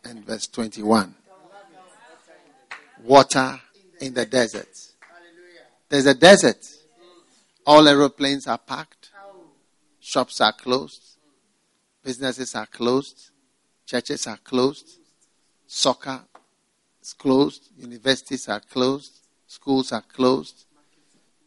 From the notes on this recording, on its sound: Preached at the FLOW Service, First Love Church.